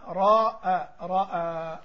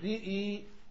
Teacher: تقريب الفتحة من الكسرة والألف من الياء · Shown in: first take · Term: الإمالة